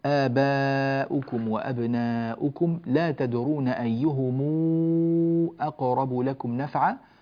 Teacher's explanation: نعطي الميم هنا حقها من الصلة، ست حركات كاملات